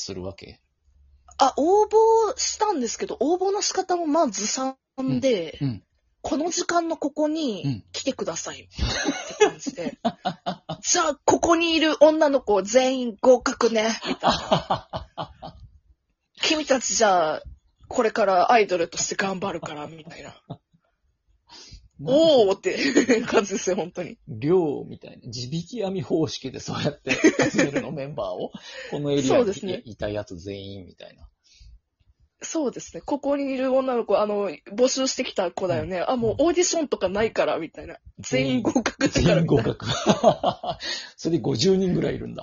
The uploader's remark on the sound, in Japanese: リモート収録。ゲストと一緒に配信。